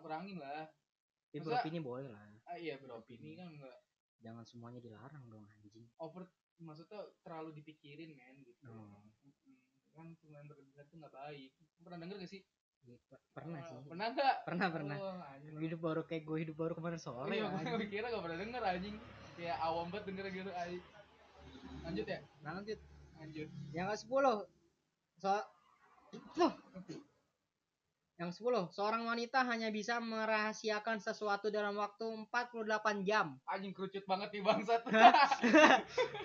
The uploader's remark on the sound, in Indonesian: Audio nya kaya anjing jadi maaf jika banyak suara kendaraan.